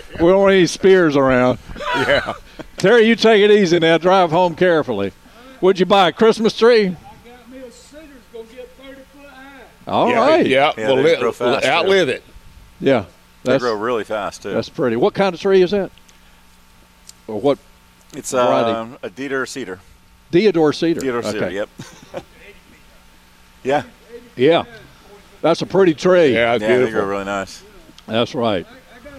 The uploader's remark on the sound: broadcasting live from Hand Picked Nursery.